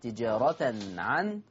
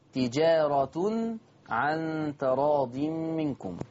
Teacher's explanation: يبقى حفص قرأ بنصب التاء تجارة عن، إنما ورش عن نافع قرأ بضم التاء